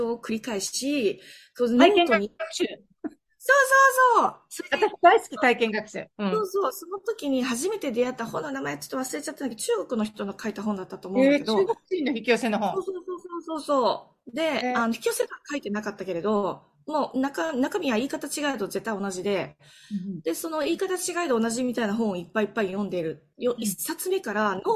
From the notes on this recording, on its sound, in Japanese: オンラインでの収録のため所々聞きずらいところもありますが、何とぞご了承ください。